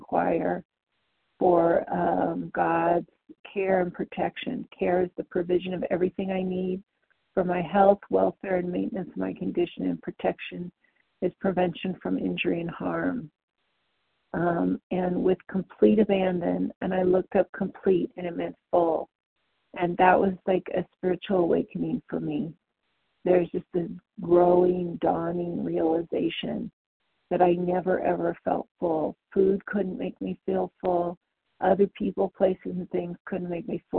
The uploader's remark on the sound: the 100 Pounders Phone Meeting